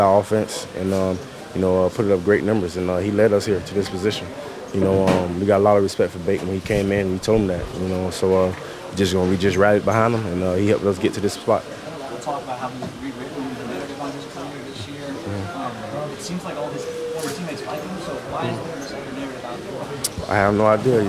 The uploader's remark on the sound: Bucs Postgame Locker Room Press Conferences. NFC Divisional Round 2023-2024 Playoffs.